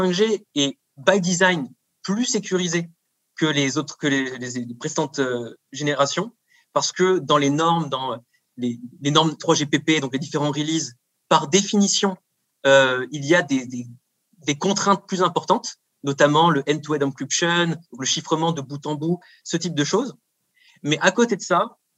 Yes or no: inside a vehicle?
no